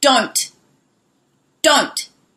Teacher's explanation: the T will be pronounced a little bit heavier if someone's annoyed